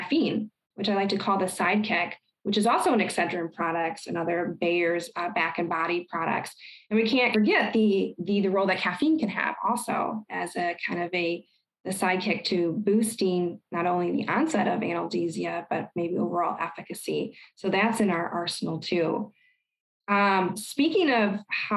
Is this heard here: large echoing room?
no